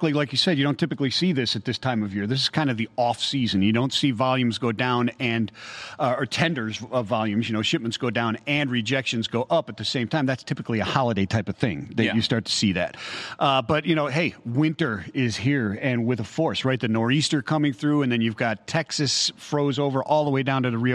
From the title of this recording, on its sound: LIVE from Global Supply Chain Week